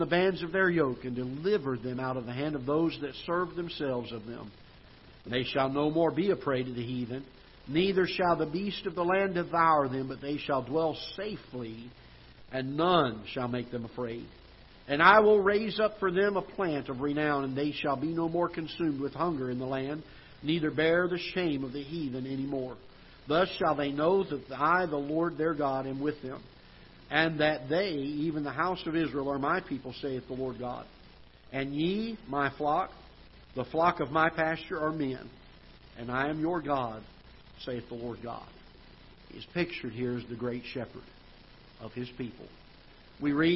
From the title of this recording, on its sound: Ketha Heights Baptist Church ~ Live Broadcast